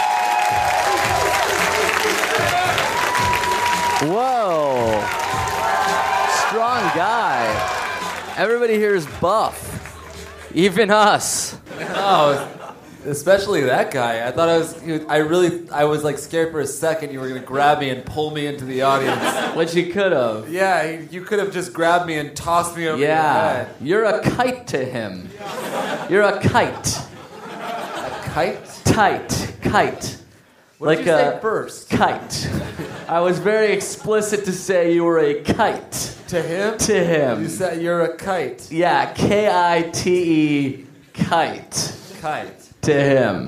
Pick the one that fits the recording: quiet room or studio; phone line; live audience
live audience